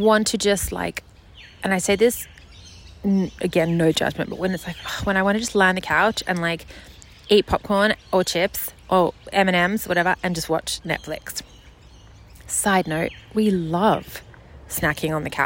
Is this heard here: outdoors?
yes